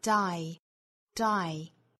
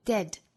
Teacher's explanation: 元音不再是双元音的 I,而是变成了单元音的 E · Shown in: second take